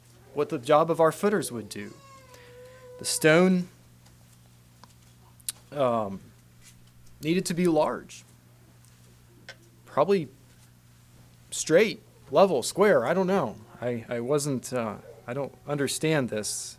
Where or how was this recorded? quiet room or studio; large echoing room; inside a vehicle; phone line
large echoing room